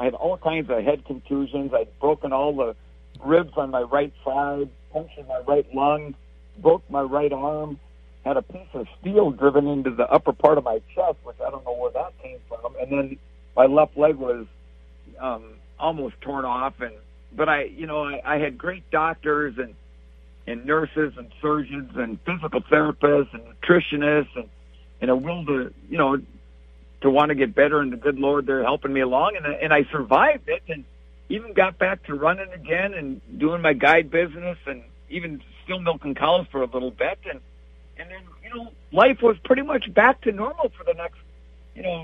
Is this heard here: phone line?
yes